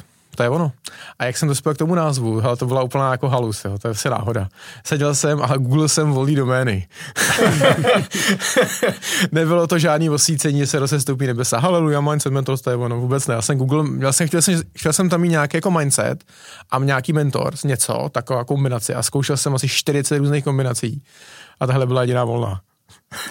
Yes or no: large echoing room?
no